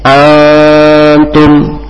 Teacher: ada huruf nun mati ketemu dengan ta, maka dibaca ikhfa, samar-samar.